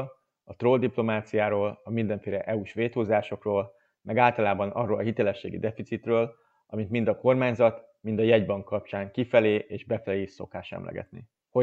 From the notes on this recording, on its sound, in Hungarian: Az adást zoomon rögzítettük, elnézést kérünk a hanghibákért.